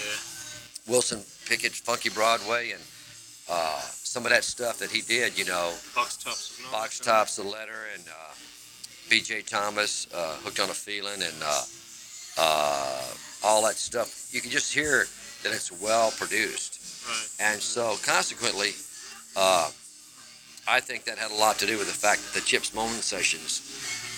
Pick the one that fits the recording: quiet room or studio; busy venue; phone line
busy venue